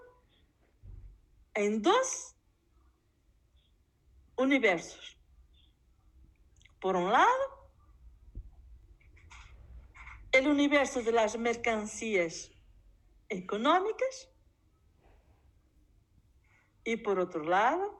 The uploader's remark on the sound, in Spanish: Grabado directamente de la clase impartida a la Secc 15, segundo semestre.FDyCS/UMSNH.